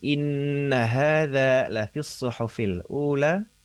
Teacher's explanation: Inna hadza nun tasdid, pastikan masih dalam keadaan yang memang itu ditahan lama ya, gunnah ya, gunnah musyaddadah